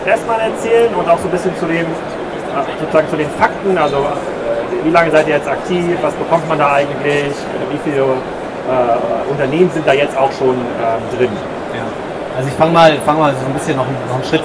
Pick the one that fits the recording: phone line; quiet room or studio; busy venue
busy venue